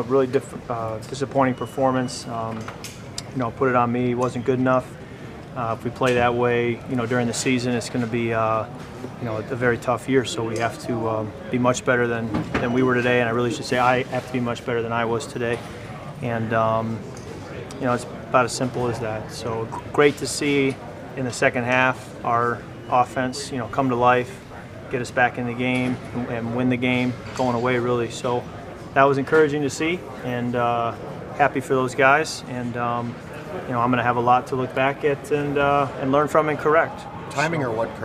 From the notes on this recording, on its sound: Listen in to the locker room sounds and press conferences